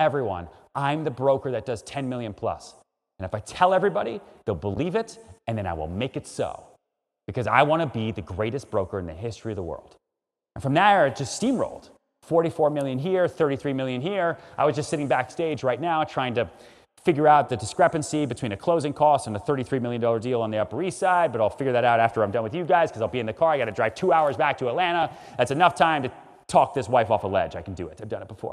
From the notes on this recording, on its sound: Enjoy this session from our special keynote speaker at the 2021 Stronger Business Summit.